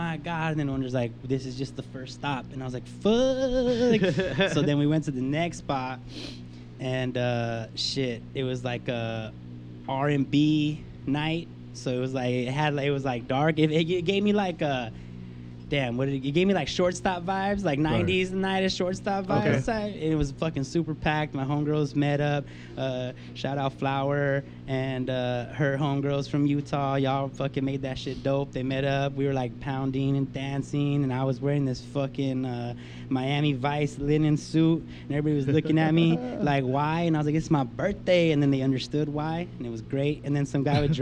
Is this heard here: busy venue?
yes